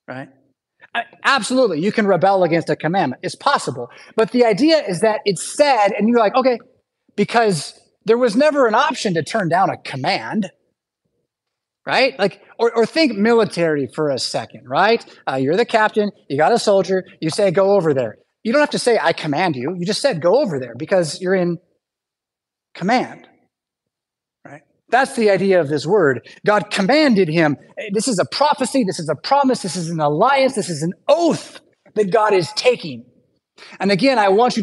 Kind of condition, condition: setting, large echoing room